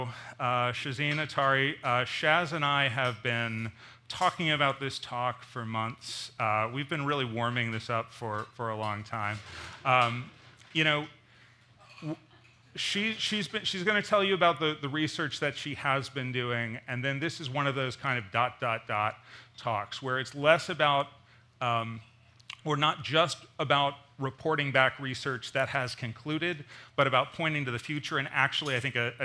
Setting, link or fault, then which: setting, busy venue